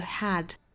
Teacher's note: 这个梅花 A 在英音里头开口度要更大